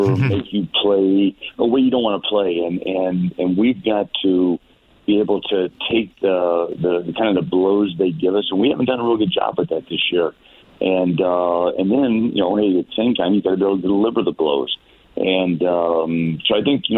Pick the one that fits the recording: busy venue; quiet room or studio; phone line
phone line